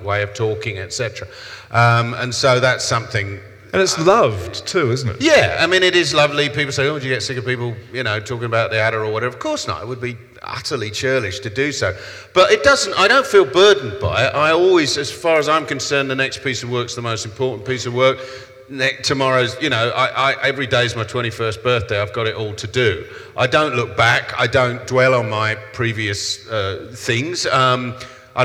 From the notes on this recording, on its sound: In this live recording of our event